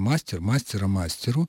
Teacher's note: У них в единственном числе основа сохраняет на себе ударение